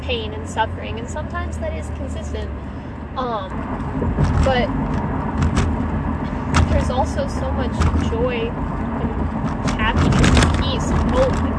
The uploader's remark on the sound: sorry about all the background noise.